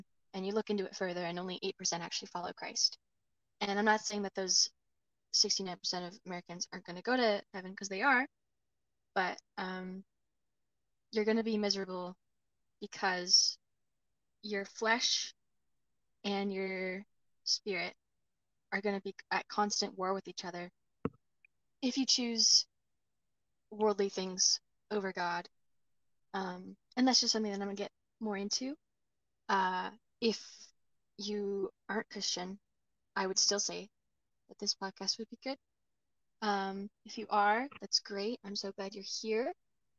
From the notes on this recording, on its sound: The clicking noise will be fixed